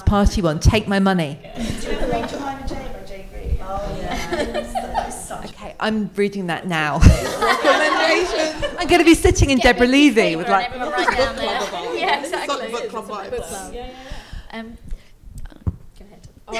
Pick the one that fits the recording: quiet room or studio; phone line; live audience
live audience